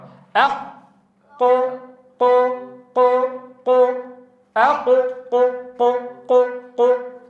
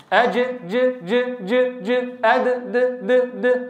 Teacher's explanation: هذه هي القلقلة، هي التي ميزت الجهر في الحرف الشديد المجهور